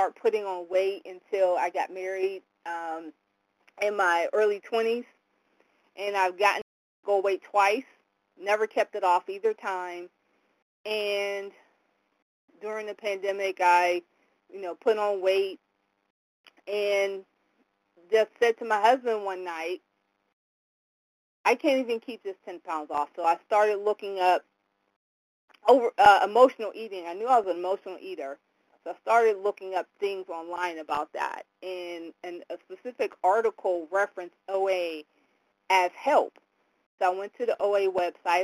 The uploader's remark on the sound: 100 Pounders Phone Meeting